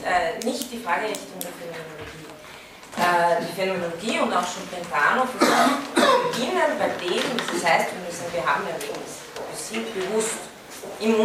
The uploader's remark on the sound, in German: von Studierenden aufgezeichnet